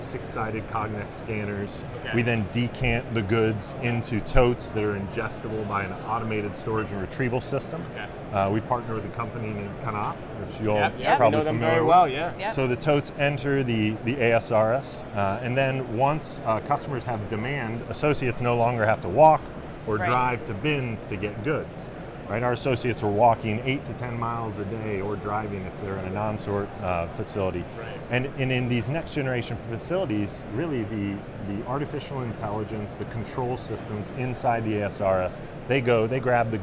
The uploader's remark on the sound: Live From NRF